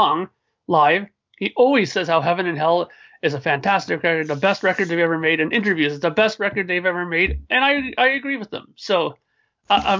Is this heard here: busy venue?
no